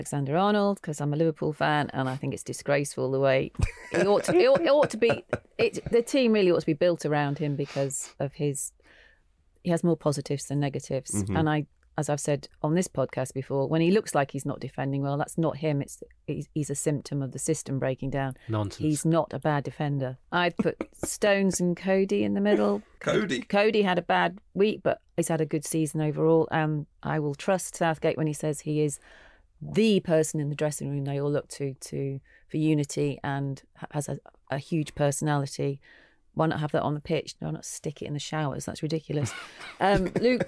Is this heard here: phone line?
no